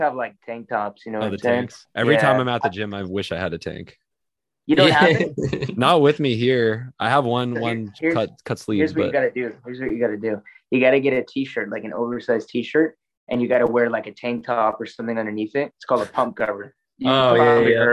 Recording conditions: video call